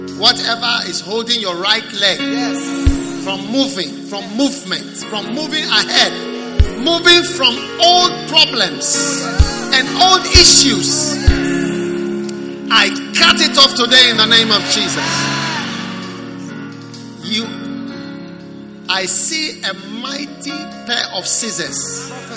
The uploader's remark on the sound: Preached at the Prophetic Encounter Service.